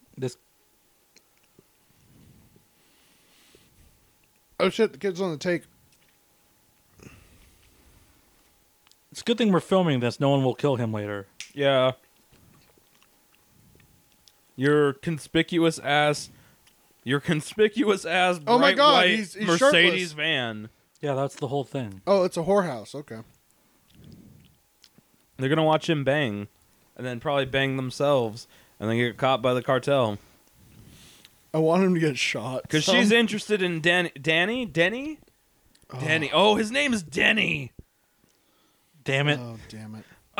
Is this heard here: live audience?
no